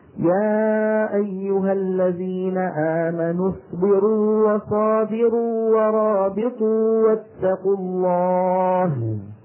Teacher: كلها واوات ممدودة مع أنه عم يلتقى متماثلين، لكن الأول من المثلين حرف مد فلا إدغام. لو أدغمنا لوها لقرأنا يا أيها الذين آمنوا اصبروا وصابروا ورابطوا واتقوا، لو، ولا يقرأ بهذا أحد أبدا.